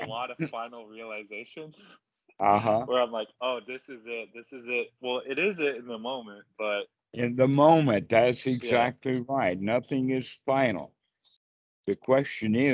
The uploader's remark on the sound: skype calls